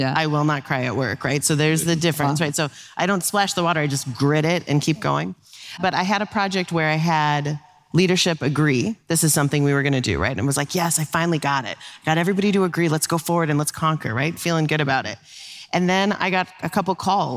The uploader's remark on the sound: Today's episode comes at you LIVE from the CLOC Global Institute (CGI) main stage. Today's episode comes at you LIVE from the CLOC Global Institute (CGI) main stage.